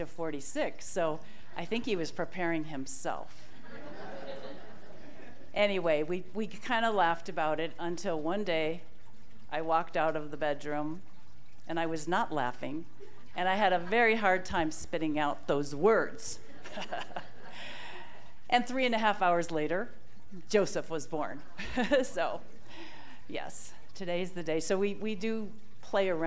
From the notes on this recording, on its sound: This talk was recorded live at the Center for Spiritual Living Prescott on July 30, 2023.